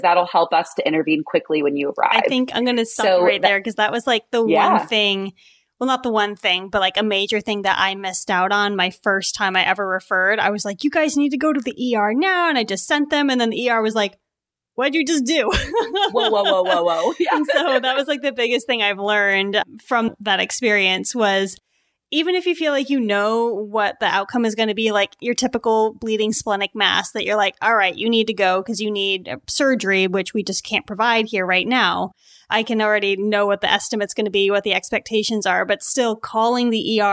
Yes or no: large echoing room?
no